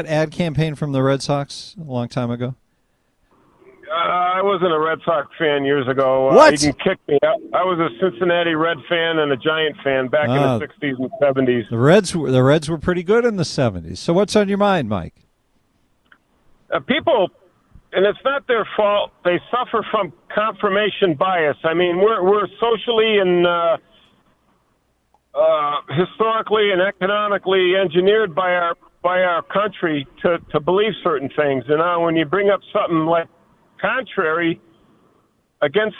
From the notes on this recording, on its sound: We take phone calls